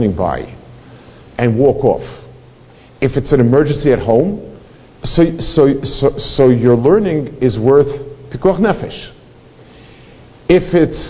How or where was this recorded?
large echoing room